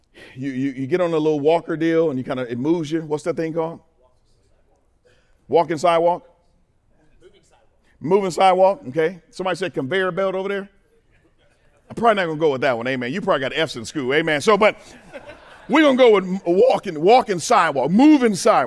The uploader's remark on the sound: In this second session of the 2024 435 Men’s Conference at FFC.